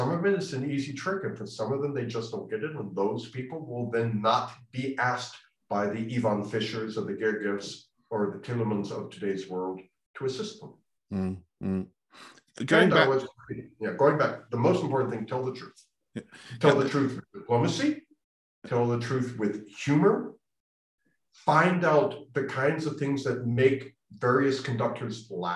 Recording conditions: video call